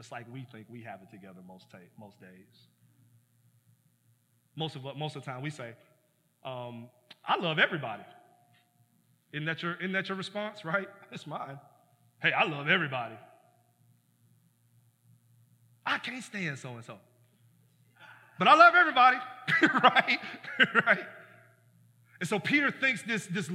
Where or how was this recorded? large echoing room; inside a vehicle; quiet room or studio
large echoing room